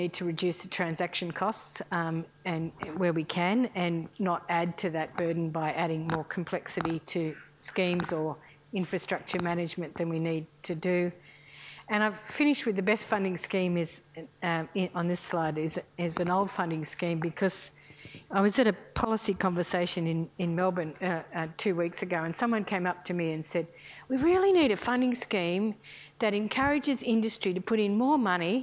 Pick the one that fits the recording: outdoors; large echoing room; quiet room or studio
large echoing room